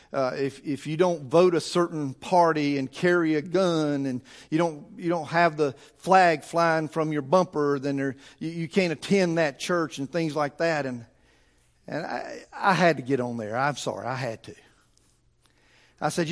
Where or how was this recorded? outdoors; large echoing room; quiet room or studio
large echoing room